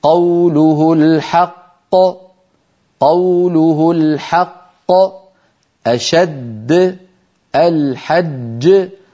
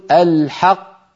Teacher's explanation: يسمونه سكت. ليس ثمة سكت بين الحرفين القافين أو الجيمين أو الدالين، لابد أن يكون النطق متتاليا · Shown in: first take